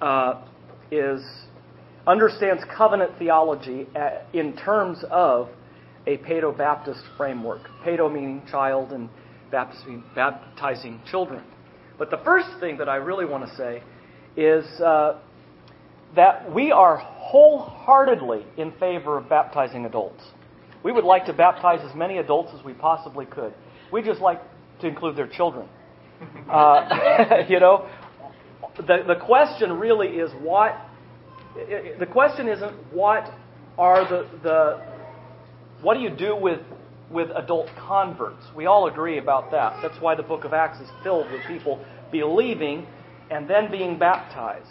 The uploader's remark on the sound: The debate took place at the 2012 Semper Reformanda Conference at Grace Family Baptist Church.